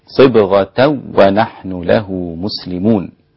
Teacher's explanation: إذا وصل أذهبت الغنة لخلف، فيصير الإدغام بلا غنة